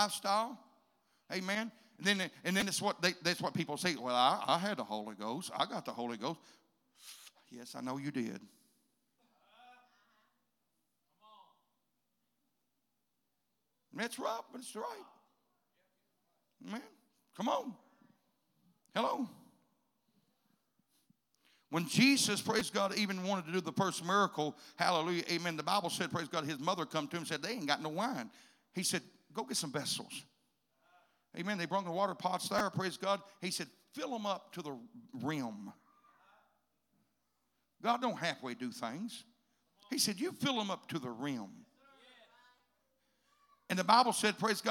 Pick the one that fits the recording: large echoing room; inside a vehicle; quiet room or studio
large echoing room